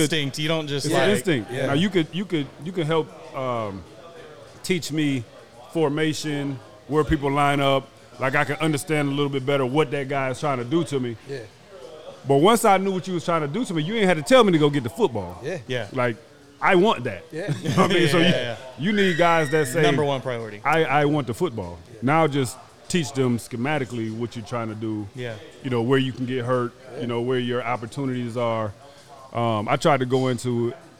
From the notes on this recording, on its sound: LIVE from Bar Code Burgers in Las Vegas